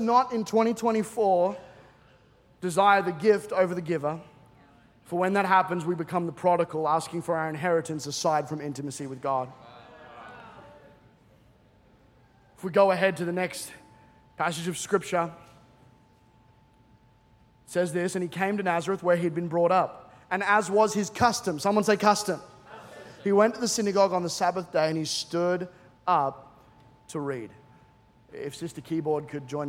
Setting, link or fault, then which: setting, large echoing room